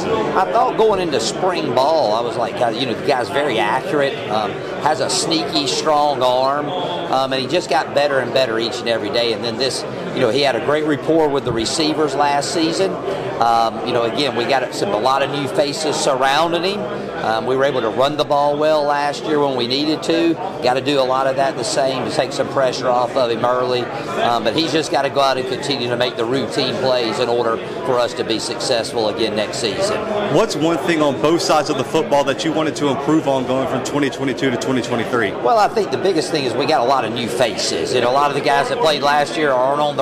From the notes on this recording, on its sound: The Bluebloods are live from SoCon Media Day in Greenville, South Carolina.